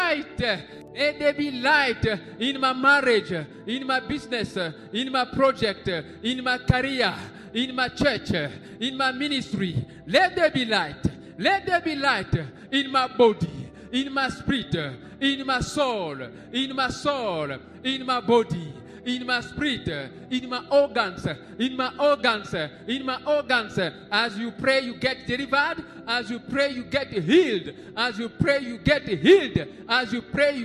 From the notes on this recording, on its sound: SUNDAY LIVE SERVICE